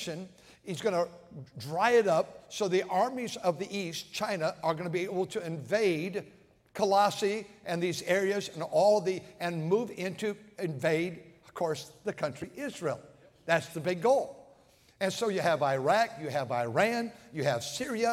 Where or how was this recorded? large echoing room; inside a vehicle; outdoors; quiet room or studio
large echoing room